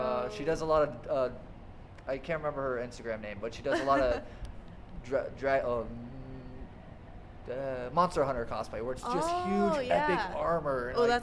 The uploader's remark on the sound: This is another interview episode on location at Anime Los Angeles 2018.